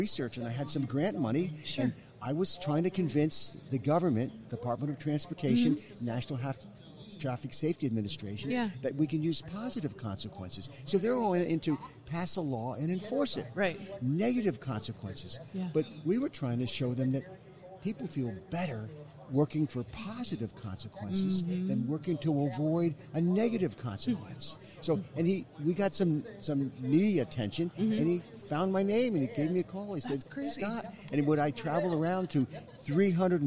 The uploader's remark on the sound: live on the expo floor from the 2019 NSC Expo